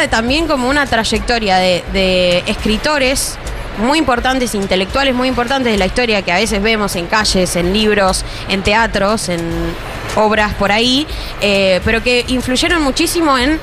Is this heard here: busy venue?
yes